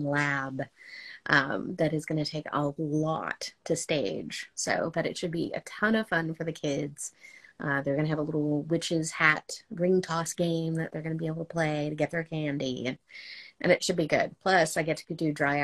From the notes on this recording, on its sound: Live Watch Party. Although this episode suffered from the curse of the Mummy and hit some hidden booby traps, we at least hope you enjoy the few minutes that we were able to raise from the dead in our second "live" episode.